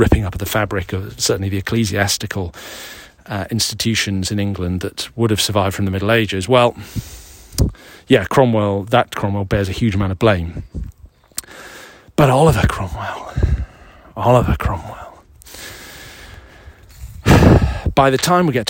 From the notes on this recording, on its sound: This week’s edition was recorded in the grounds of Wilmington Priory in Sussex, near the south coast of England.